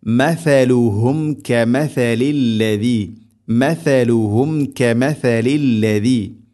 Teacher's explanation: സ ഉച്ചരിക്കുന്ന സമയത്ത് നാവിൻ്റെ അറ്റം ദാൽ ഉച്ചരിക്കുന്നതിനേക്കാൾ അല്പം കൂടെ പുറത്തോട്ട് നിൽക്കണം നാവിൻ്റെ അറ്റം